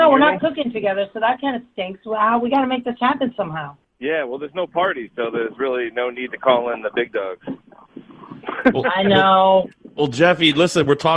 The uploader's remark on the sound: We’re live and taking your calls.